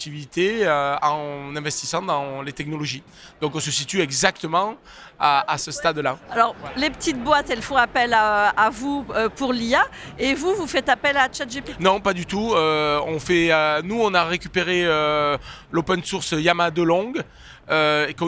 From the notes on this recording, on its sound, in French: Cette interview a été enregistrée en live du 10ème Salon RENT.